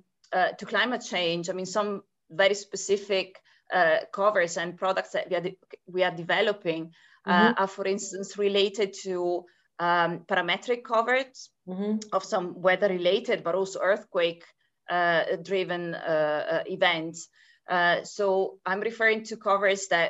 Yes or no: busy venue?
no